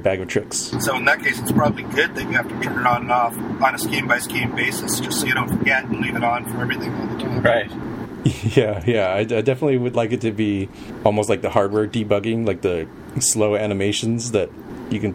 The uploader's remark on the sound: This week we recorded LIVE